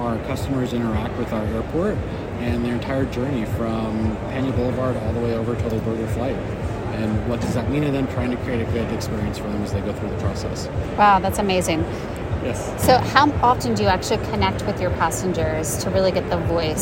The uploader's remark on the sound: Live Interviews from AAAE Annual Conference. Conducted live interviews at the conference in June 2023.